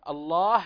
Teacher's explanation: أظهر لنا كسرة الباء، يعني لابد أن تظهر حركات الإعراب أثناء نطقك لآيات الله سبحانه وتعالى. الله إذا وقفت عليها على لفظ الجلالة فسكن الهاء بلا قلقلة